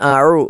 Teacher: രണ്ടാമത്തേത് അഴു, അഴീനാണ് തൊണ്ടയുടെ മധ്യഭാഗത്തു നിന്ന് പുറപ്പെടേണ്ട അക്ഷരമാണ്